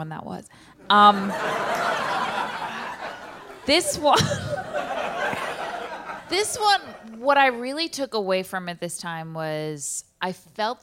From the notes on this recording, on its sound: Recorded LIVE from Largo in Los Angeles. During audience Q&As!